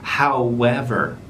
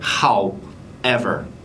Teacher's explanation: 中间要记住有一个半元音是 w · Shown in: first take